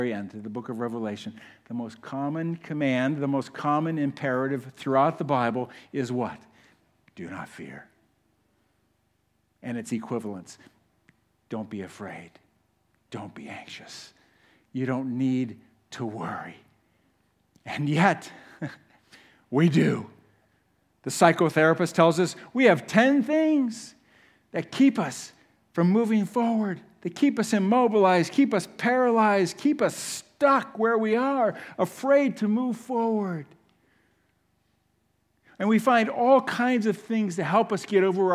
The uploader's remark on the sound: 2023 Christmas Eve service at The Chapel Port Clinton campus